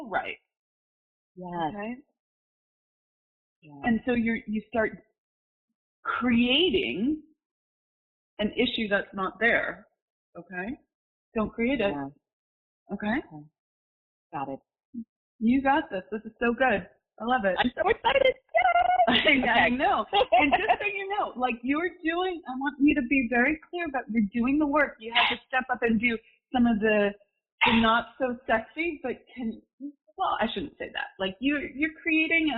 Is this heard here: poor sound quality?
yes